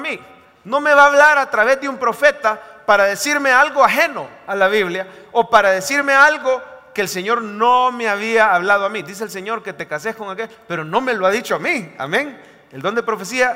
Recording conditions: large echoing room